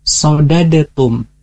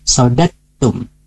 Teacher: Nah, ketika kita bertemu dengan idgham yang artinya melebur ya, alias memasukkan huruf pertama yaitu huruf dal ke huruf kedua · Shown in: second take